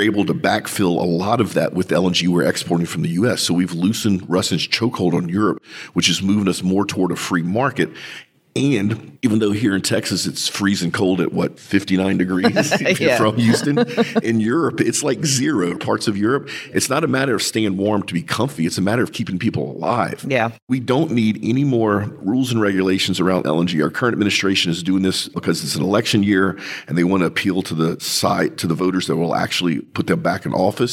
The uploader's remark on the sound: record live from the Innio Waukesha Sales Meeting